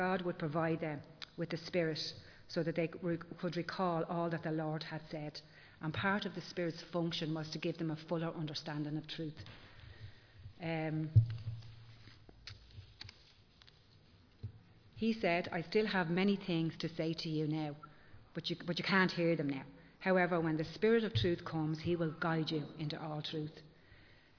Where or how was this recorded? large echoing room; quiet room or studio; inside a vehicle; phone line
large echoing room